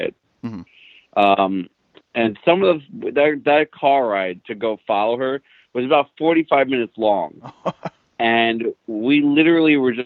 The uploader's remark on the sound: Viewers call in and tell us their thoughts